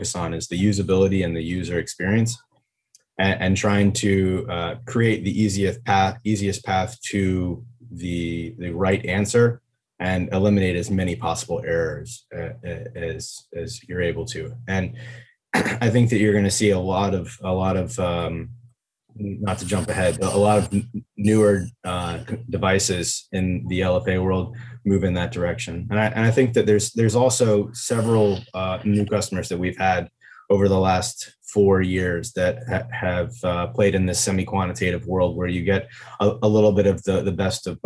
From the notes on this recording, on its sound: In this live webinar